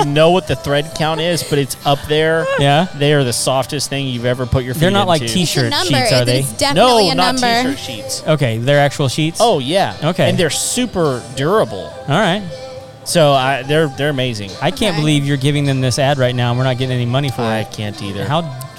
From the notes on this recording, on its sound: Live from Baker Street Pub and Grill in The Woodlands, Texas. Bring the entire studio to the waterway.